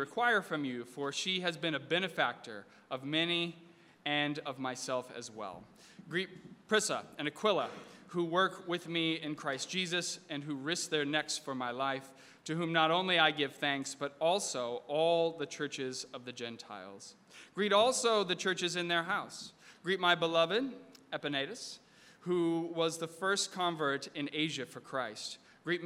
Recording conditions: large echoing room